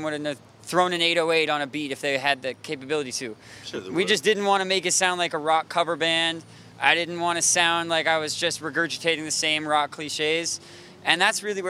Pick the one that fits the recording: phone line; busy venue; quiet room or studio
busy venue